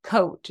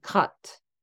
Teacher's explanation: instead of producing diphthongs, such as coat, they're saying cut, and it's more like a centralized stressed schwa